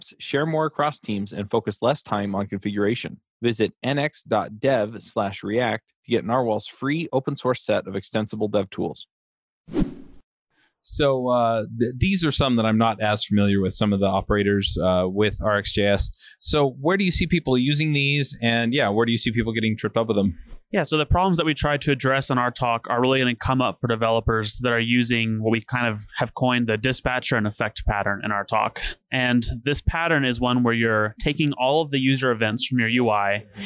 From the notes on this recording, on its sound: React Round Up at RxJS Live. Continues interviewing speakers at RxJS Live.